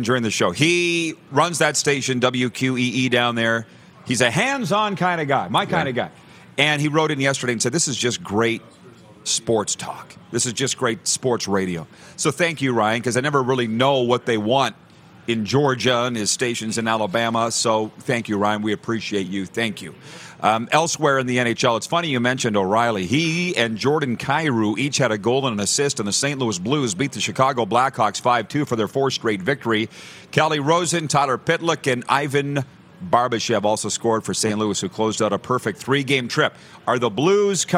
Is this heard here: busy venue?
yes